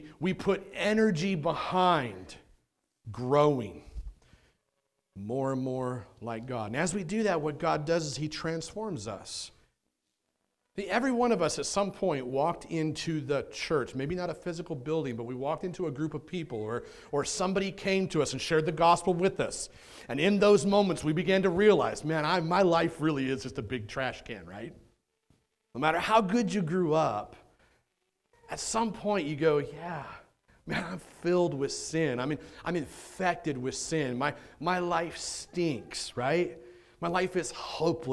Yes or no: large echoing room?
yes